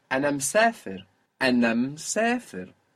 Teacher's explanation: You might hear anam sefer, anam sefer. So the I of me, the first I, might even get lost just because in fluent speech that M can join on to the ana, anam sefer.